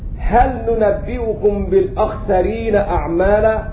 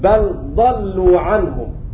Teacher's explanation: أظهر لام بل وهل مع النون والضاد